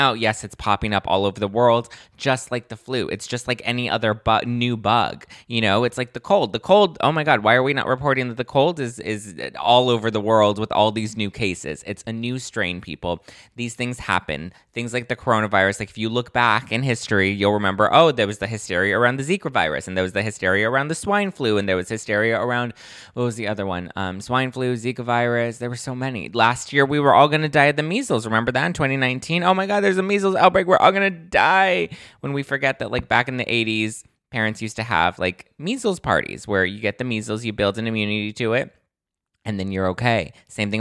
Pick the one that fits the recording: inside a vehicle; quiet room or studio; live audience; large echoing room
quiet room or studio